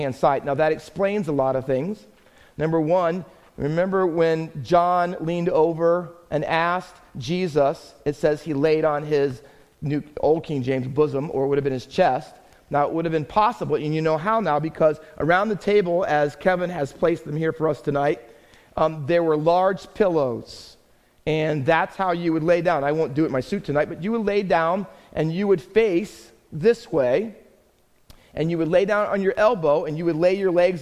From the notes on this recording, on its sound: Faith Baptist Church in Hamilton, NJ.